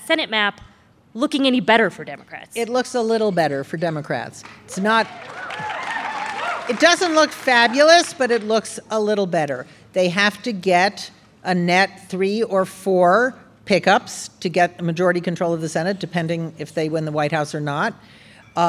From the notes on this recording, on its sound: This is a special episode, recorded in front of a live audience at the Boulder Theater in Boulder, Colorado.